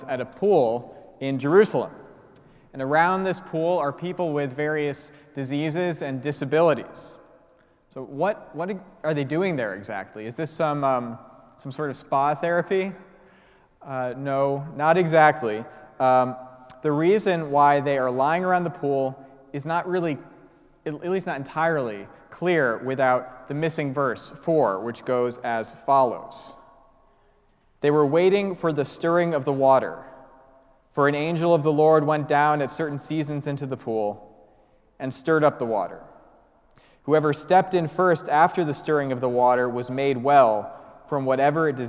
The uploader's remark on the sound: preached at the celebration of Holy Eucharist on the Sixth Sunday of Easter